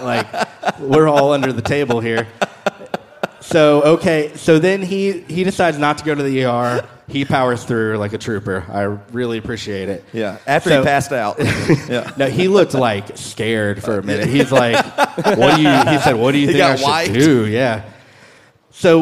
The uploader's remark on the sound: Live at AudioFeed Festival